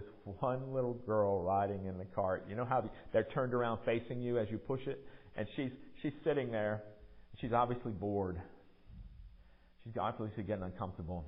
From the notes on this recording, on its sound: Recorded during worship at MPPC on Sunday, February 12, 2023